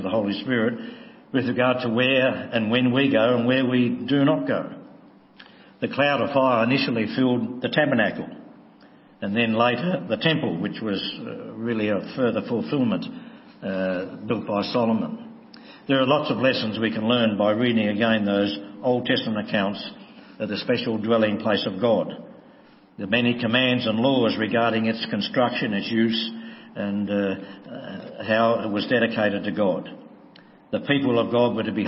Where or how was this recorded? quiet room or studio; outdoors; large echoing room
large echoing room